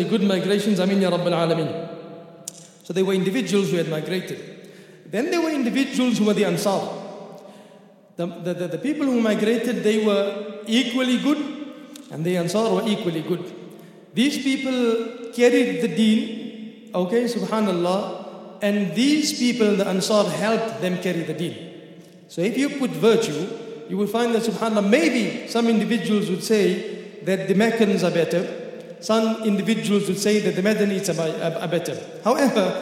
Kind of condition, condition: setting, large echoing room